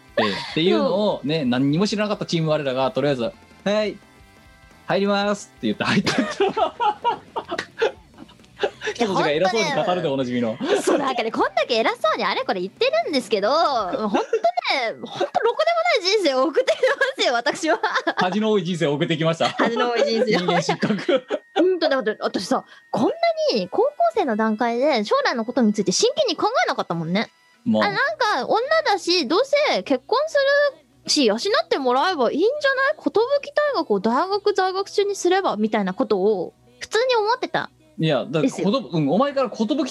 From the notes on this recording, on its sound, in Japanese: 本番組はリモート収録です。収録時環境の影響により、聴き取り辛い部分があります。